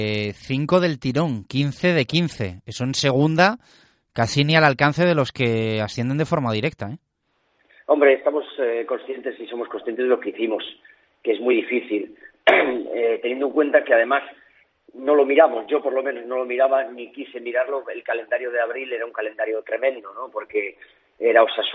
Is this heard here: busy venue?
no